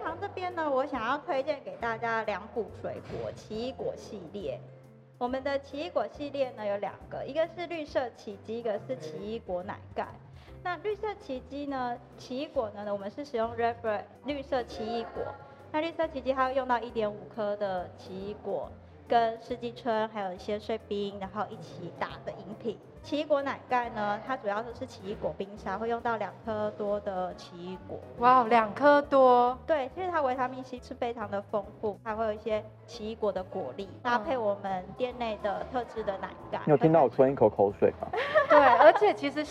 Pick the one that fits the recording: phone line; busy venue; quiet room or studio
busy venue